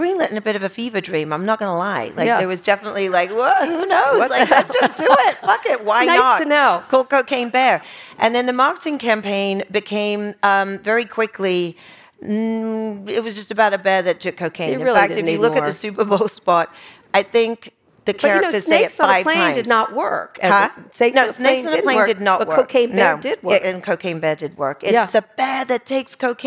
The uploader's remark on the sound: Taped in front of a live audience at the Upfront Summit.